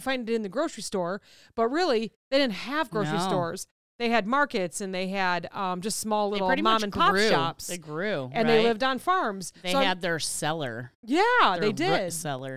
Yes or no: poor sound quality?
no